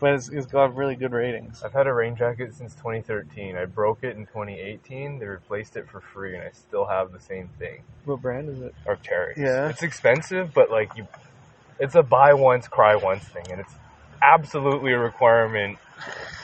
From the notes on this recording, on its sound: The episode is recorded outside so the audio quality isn't the best.